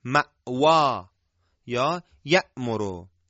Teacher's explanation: نبر حمزه و تیزی و خشکی حمزه اینجا کاملا مشهوده